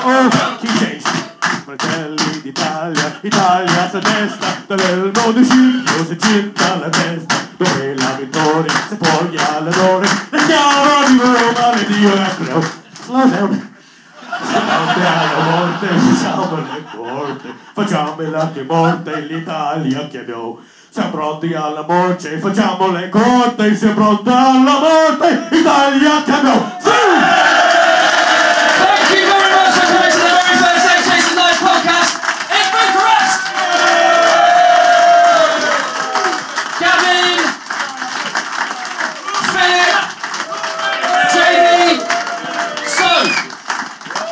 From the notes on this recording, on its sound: ROMANIA LIVE POD. Joined by over a hundred fellow eggchasers in Bucharest for our first live podcast. A well lubricated live audience that brought more than a few surprises of their own!